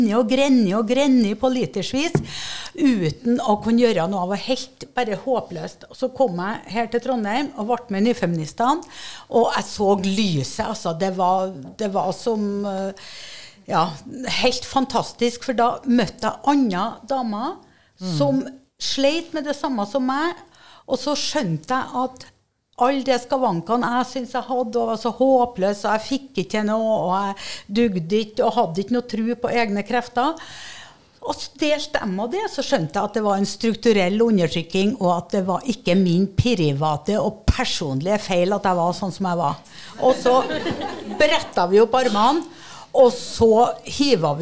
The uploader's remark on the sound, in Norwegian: Episoden er spilt inn live med publikum på Feministhuset på Kvinnetekstivalen 2022.